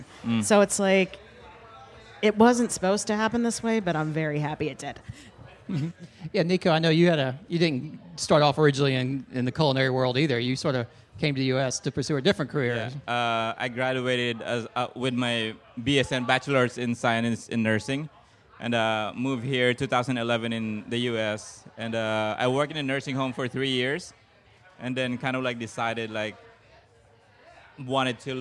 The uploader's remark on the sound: live from the 2023 Charleston Wine and Food Festival